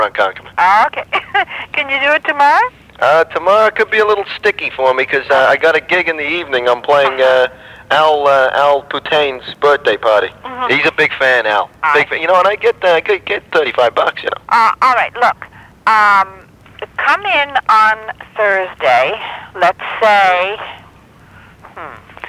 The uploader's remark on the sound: Prank Phone Calls